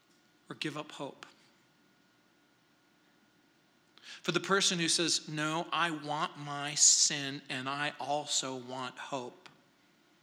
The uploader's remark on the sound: at Calvary South Denver in Littleton CO